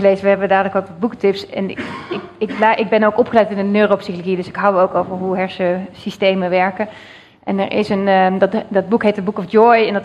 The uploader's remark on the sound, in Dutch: 1 Uur Over… is een live gespreksprogramma dat werd opgenomen in de Serre van de Botanische Tuinen in Utrecht.